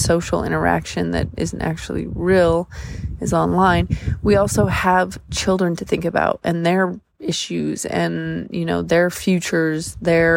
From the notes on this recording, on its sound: Enjoy the bonus wave sounds in the background - I recorded this one by the beach ;)